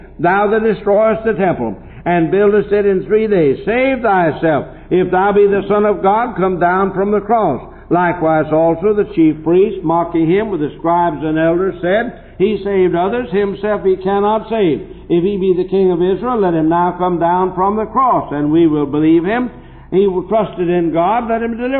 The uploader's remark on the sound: preached this message at Temple Baptist Church in Portsmouth Ohio in the 1960's